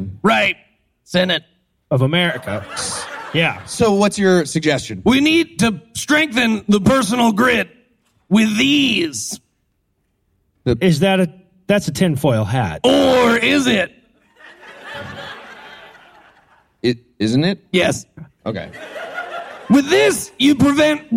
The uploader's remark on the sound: Live from Virginia Beach